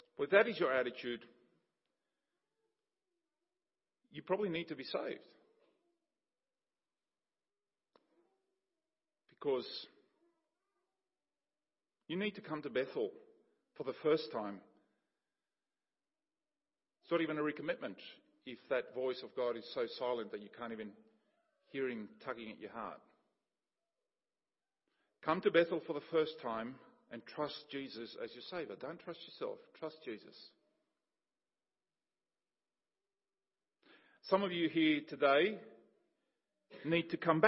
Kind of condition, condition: setting, large echoing room